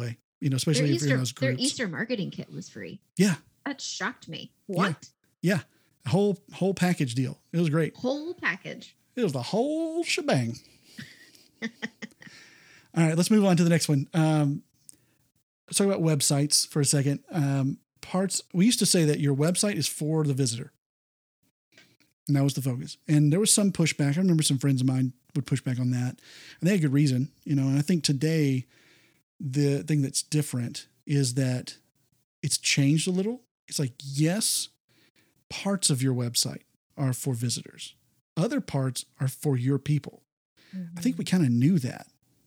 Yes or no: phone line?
no